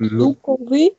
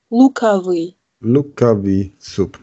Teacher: Hier wird das O auch sowas wie mit einem A gesprochen. · Shown in: second take · Also anstatt Lukovi, wie man schreibt, sagt man Lukavi.